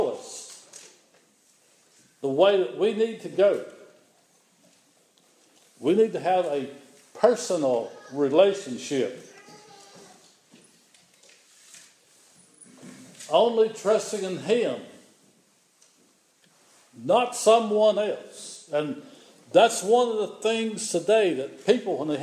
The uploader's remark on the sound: This is an audio recording of the Sunday morning worship service at Persia United Methodist Church in Rogersville, TN.